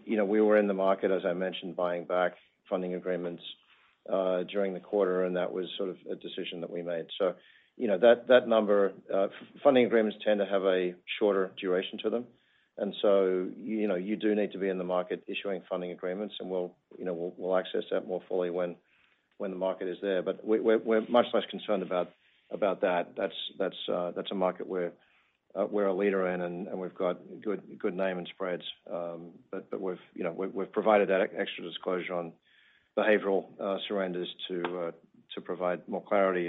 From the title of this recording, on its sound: Earnings Conference Call